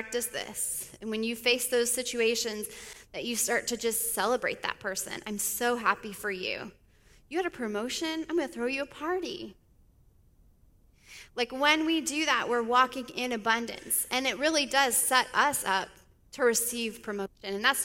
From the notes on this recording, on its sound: speaks at the Sunday Service of KLSA